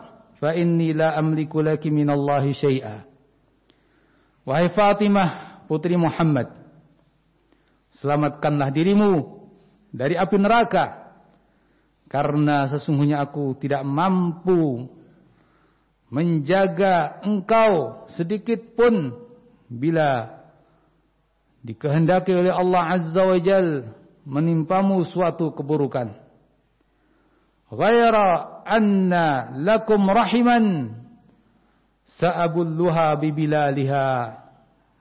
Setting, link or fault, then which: setting, large echoing room